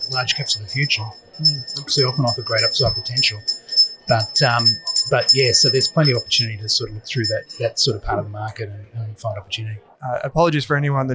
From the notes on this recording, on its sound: LIVE from ASA. In this LIVE podcast recording from ASA Sydney. We apologise for the background noise, this was filmed live on location.